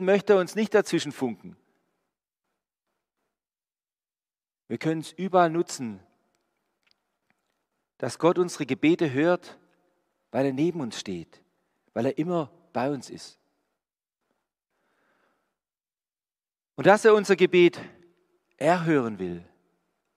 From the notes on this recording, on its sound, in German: Die Predigt aus einem Gottesdienst der EvangelischenGesamtkirchengemeinde Marschalkenzimmer-Weiden.